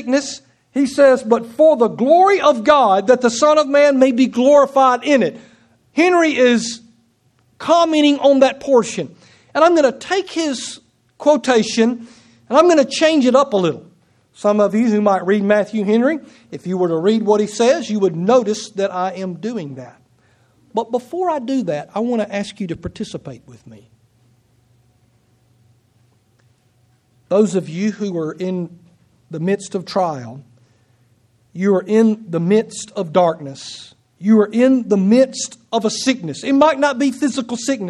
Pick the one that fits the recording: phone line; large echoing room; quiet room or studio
large echoing room